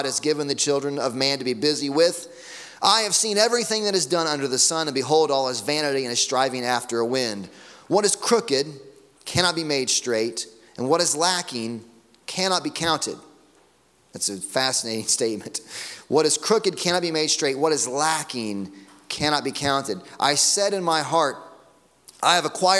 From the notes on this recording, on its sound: Sunday morning sermon audio.